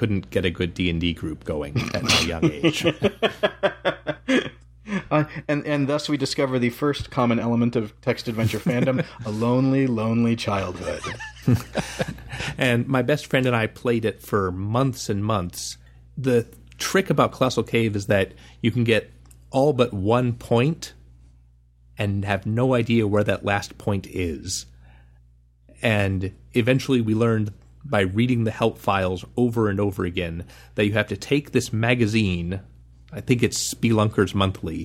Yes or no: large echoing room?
no